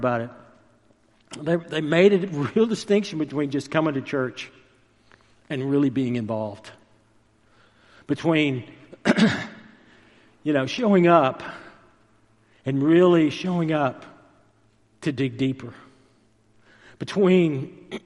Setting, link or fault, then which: setting, large echoing room